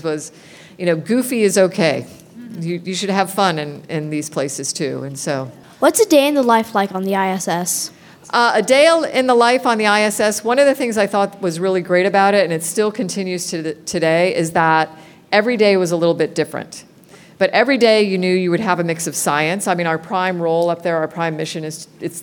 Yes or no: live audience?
yes